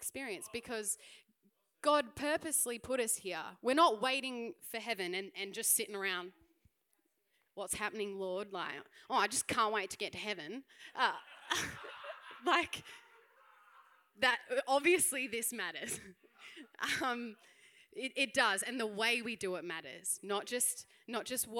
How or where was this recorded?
live audience